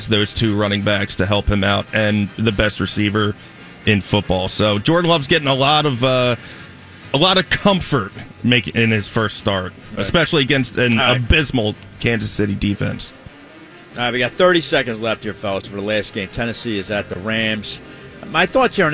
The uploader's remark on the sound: LIVE from the Parx Casino Sportsbook